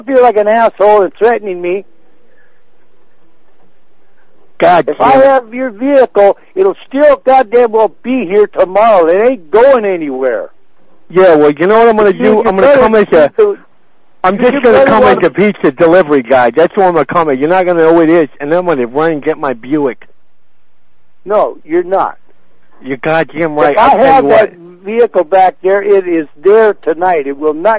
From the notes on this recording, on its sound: …'s Personal Prank Phone Calls Collection.